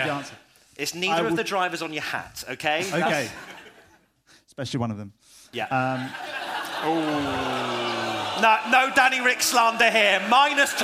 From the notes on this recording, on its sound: Our first ever P1 Live Show at Leicester Square Theatre in London!